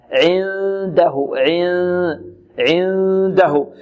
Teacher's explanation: الدال تخرج من طرف اللسان مع الحنك الأعلى